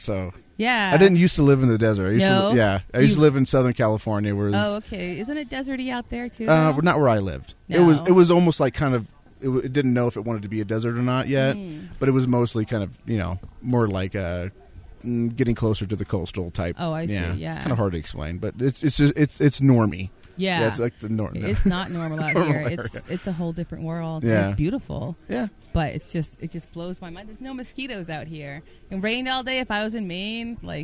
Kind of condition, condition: setting, outdoors